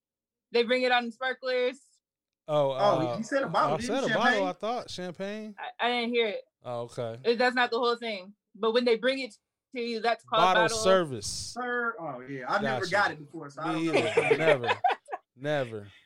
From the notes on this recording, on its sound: This Is Our First Video Zoom Episode